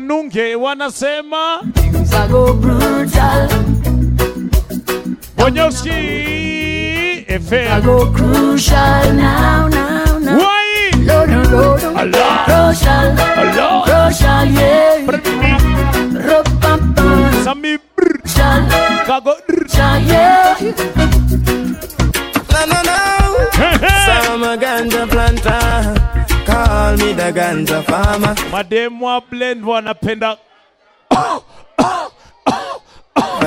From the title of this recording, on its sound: Live at Blend Nairobi